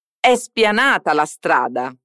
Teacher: Facciamo attenzione alla pronuncia della parola spianata. Come tutte le parole italiane che iniziano con S, seguite da una consonante, facciamo attenzione a non metterci nessuna vocale prima